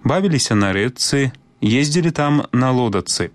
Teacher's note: Цяпер яшчэ пра пару выпадкаў прыпадабнення шыпячага гуку да свісцячага. Пісьмовае спалучэнне «ЧЦ», у якім «Ц» абазначае цвёрды гук, вымаўляецца па-беларуску як падоўжаны зацвярдзелы «Ц».